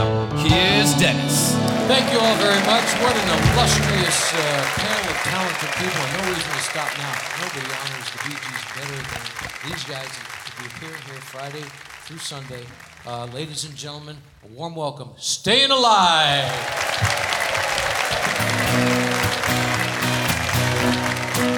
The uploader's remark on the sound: Live at the SouthPoint Casino.